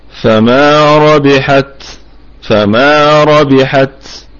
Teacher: والميم في الدرجة الخامسة من درجات الغنة لأنها متحركة، فما فما ربحت، الراء مفخمة في البدء والوصل، وبقية الكلمة مرققة، والباء قلقلة نسبية لأنها متحركة، والتاء وقفا فيها الهمس لأنها ساكنة